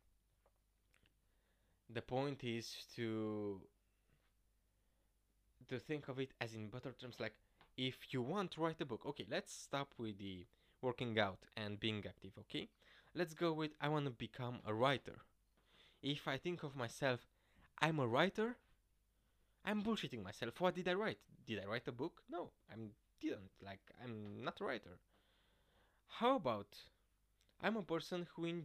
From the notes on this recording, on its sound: the sound is too low despite my actually taking time to record this properly